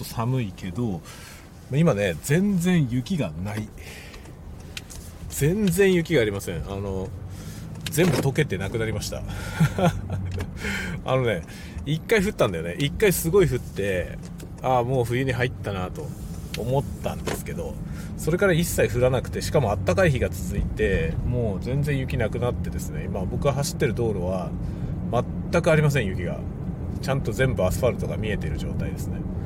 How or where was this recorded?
inside a vehicle